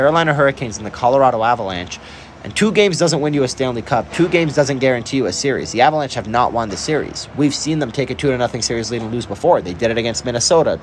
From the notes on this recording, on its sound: live at Ball Arena